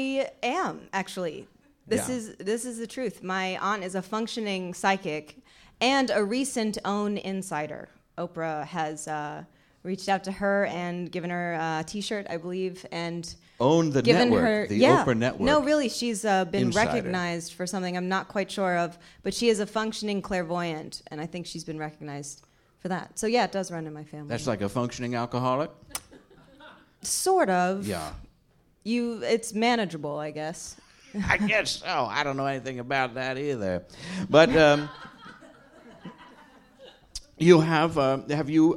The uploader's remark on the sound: special live episode of Deep Night, recorded at the Slipper Room in NYC